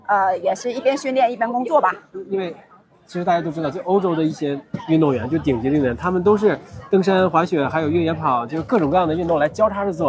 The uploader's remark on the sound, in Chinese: 这次我们来到凯乐石莫干山跑山赛的赛后现场，跟几位领奖台的精英跑者们聊聊。